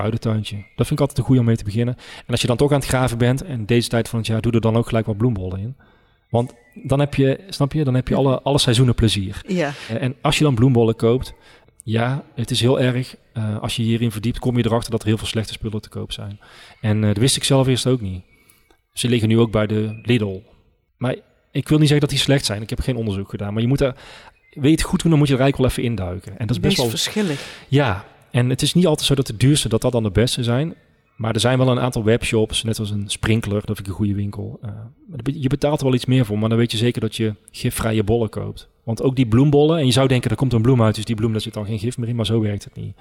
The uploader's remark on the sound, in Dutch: Opname: 3 november 2022, tijdens de nationale Klimaatweek in de Stadskas, in de LocHal in Tilburg.